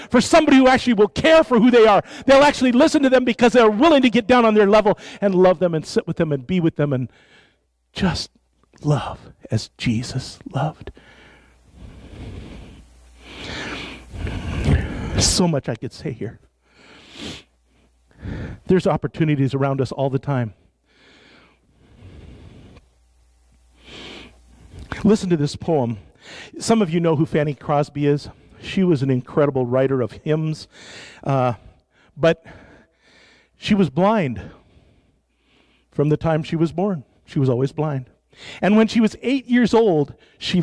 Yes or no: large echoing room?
yes